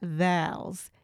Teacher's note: people from the South hold on to their vowels. They elongate them.